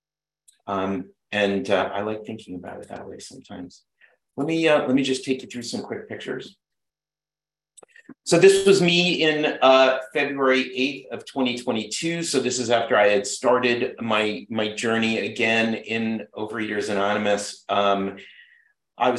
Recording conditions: video call